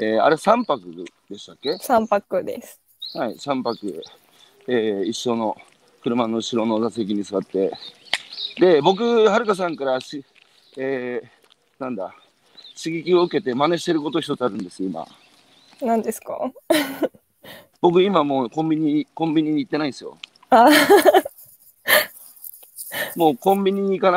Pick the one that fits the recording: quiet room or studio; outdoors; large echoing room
outdoors